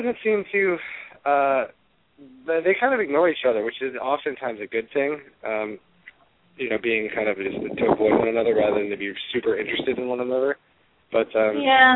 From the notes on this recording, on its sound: Open up the lines for listeners to call.